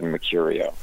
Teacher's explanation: It's Mercurio, my actual name. But my family never pronounce the first R. We've always said Mercurio.